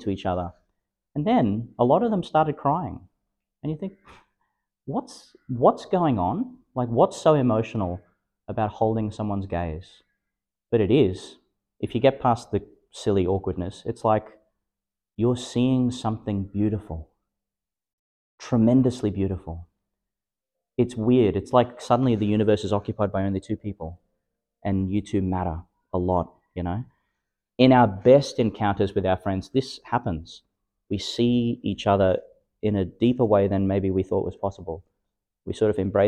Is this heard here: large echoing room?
yes